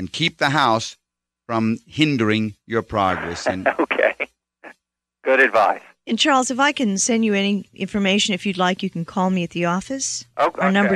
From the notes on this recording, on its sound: Financial planning call-in show.